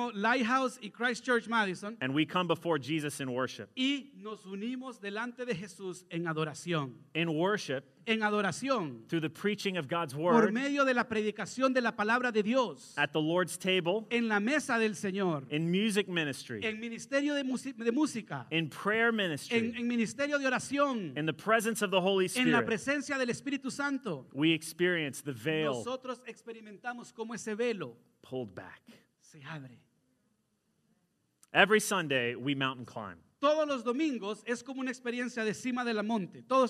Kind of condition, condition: setting, large echoing room